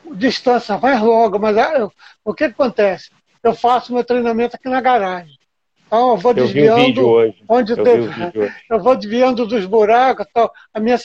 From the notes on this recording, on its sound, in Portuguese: Live no Instagram